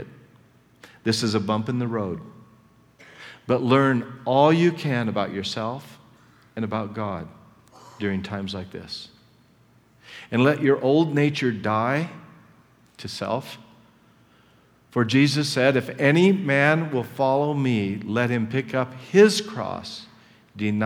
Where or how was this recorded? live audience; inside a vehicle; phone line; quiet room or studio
live audience